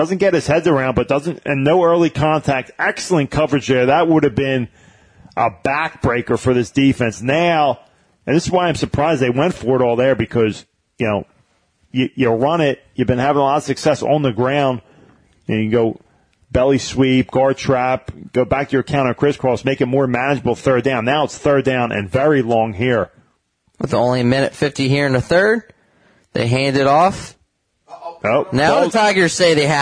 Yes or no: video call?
no